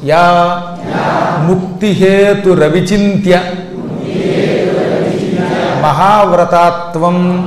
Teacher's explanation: ఆ విసర్గ రా కింద మారిపోతుంది, అందువల్ల కలిపి కూడా చదువుకోవచ్చు